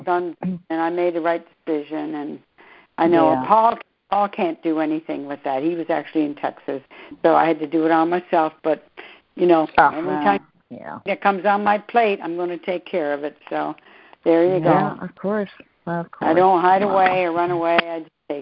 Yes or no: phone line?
yes